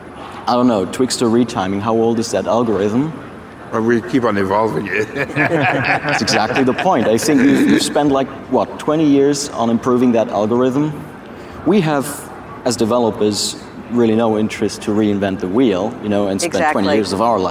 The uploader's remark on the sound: 2019 #NABShow Live.